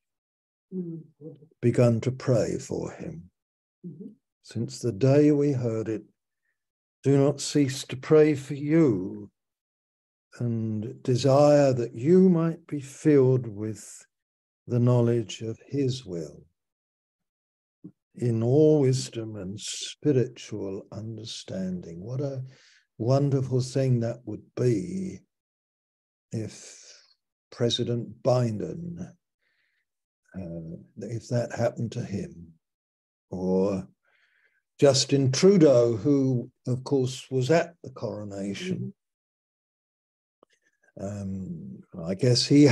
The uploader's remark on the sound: Malaysia Meets (Zoom)